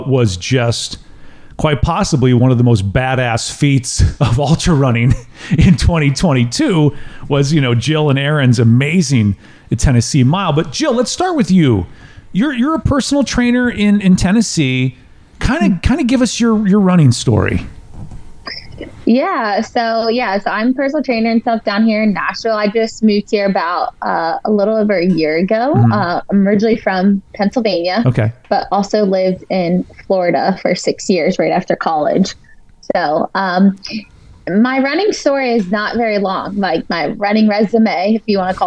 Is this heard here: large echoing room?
no